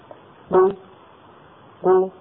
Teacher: وكذلك الأمر بالنسبة للضمة، فلو نطقنا قافا مضمومة نقول قو قو، فإذا مططنا الصوت بهذه الضمة قو قو يتولد واو · Term: إشباع صوت الضمة